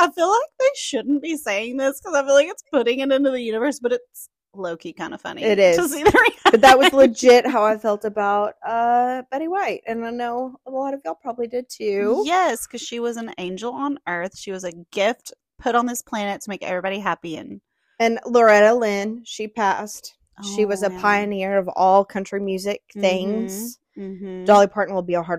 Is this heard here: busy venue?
no